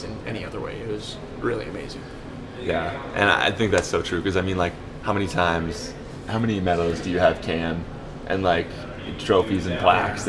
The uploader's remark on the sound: Recording live at See Dick Run